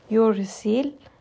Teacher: Ra in this case is going to be light because it has a kasra. However, it does have a shadda.